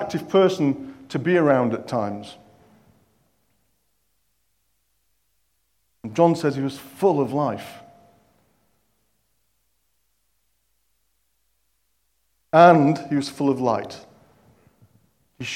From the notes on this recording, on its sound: At King's Church, Cockermouth, as an audio file.